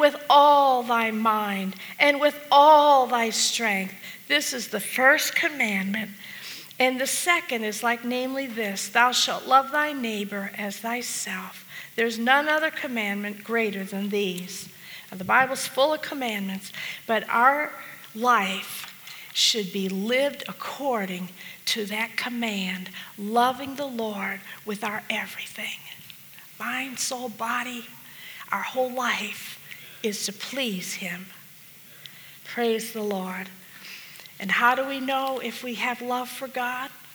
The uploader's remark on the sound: This message was preached at the Fredericksburg Full Gospel Fellowship